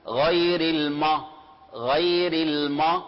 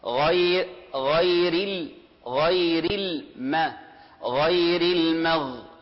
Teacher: الحرف الغين في الآيات مفخم، طيب الميم حرف ترقيق · Shown in: second take · فلا نقول غير الم غير الم، خطأ، فالصحيح الميم مرققة، غير غير ال غير الم غير المغ ما مغ الميم.